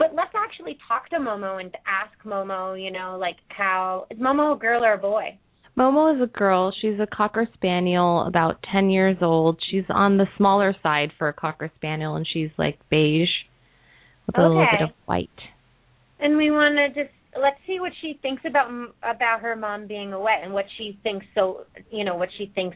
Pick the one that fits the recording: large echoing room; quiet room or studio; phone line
phone line